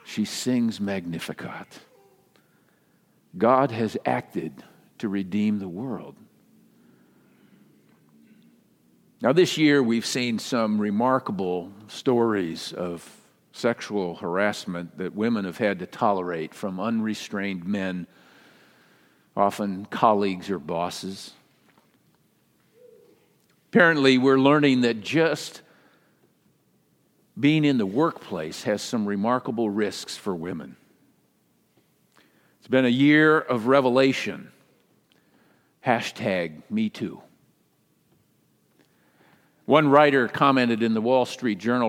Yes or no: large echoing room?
yes